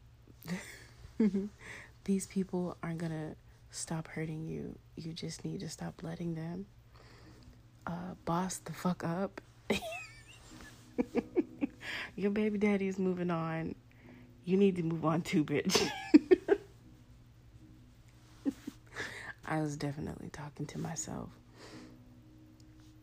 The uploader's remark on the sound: Sorry about the trashy audio though, my son demands his jazz music on while he sleeps and the AC was doing the most as well.